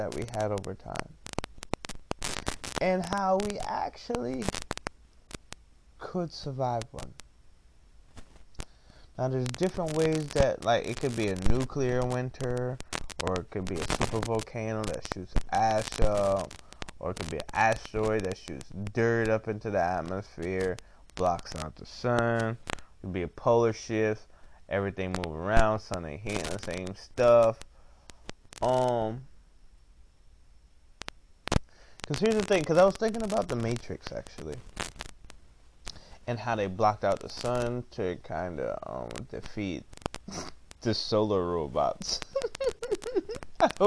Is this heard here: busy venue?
no